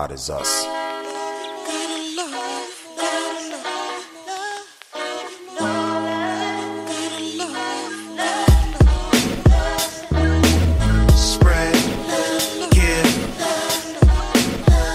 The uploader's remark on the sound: Recorded in Dallas, TX backstage at the South Side Music Hall